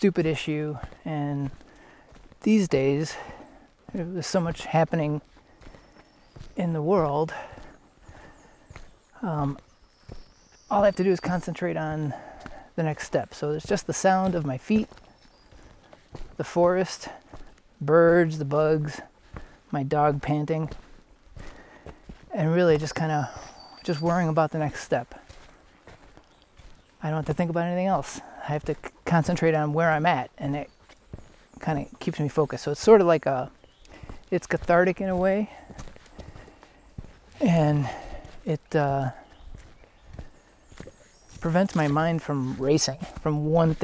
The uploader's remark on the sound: Bull Mountain Loop - Dahlonega Georgia. I hope you enjoy the sounds of the trail.